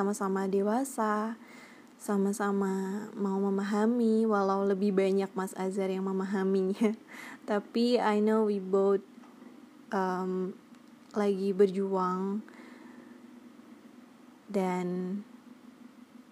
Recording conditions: background noise